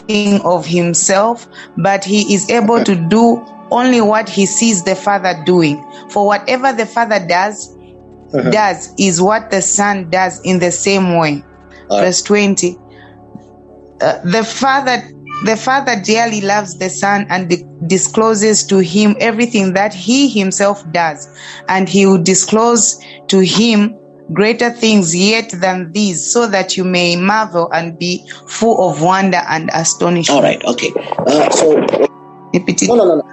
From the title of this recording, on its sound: youth zoom meeting